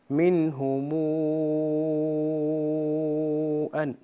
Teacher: المد يحتاج إلى زيادة قليل. منهم أن ست حركات